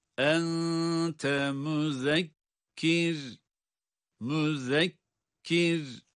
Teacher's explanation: Zal harfi peltek ve ince.